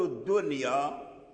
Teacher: العرب لم تجعل من ألفاظها النون تدغم في الياء في نحوه الدنيا، أي لم يسمع في كلام العرب الدية، دية يعني هذا ليس من لسان العرب.